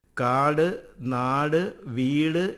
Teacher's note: കാട്, നാട്, വീട് എന്നീ പദങ്ങളിൽ അവസാനിക്കുന്ന സംവൃതോകാരമാണ് അത്. കേന്ദ്രസ്വരം, അരയുകാരം എന്നീ പേരിലും ഇത് അറിയുന്നു.